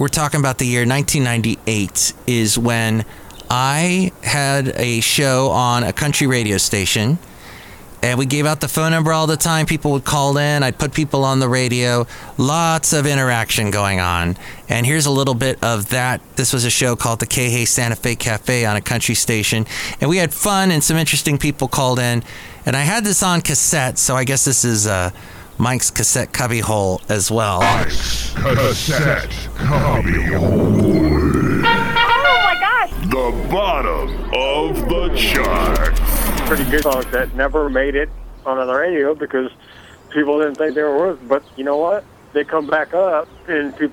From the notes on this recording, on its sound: Podcasts live from Café Anyway.